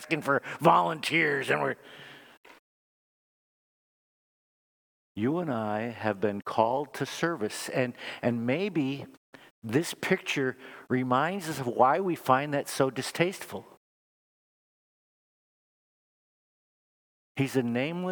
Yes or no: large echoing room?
yes